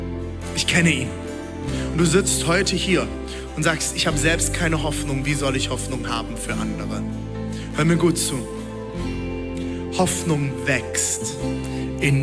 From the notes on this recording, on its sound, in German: Audiomitschnitt der Predigt